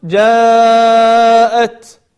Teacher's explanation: عندنا مد متصل بمقدار 4 حركات في قوله جاءت